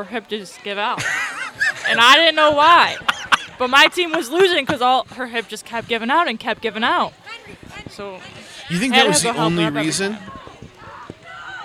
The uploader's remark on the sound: The second and final live lake episode. Outside in front of a live studio audience during the leaders vs. Students kickball game.